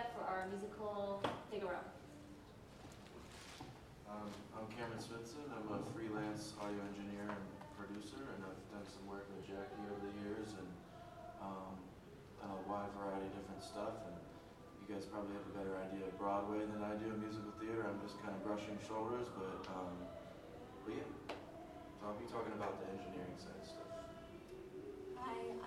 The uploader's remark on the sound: Live from BroadwayCon. Hosts a panel at BroadwayCon.